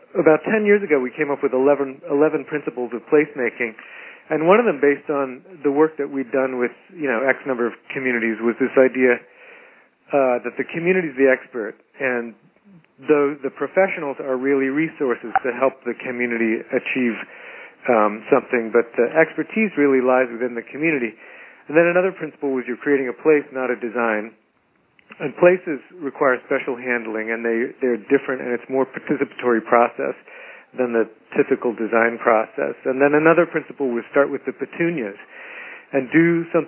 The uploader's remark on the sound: Call recorded on February 9, 2012.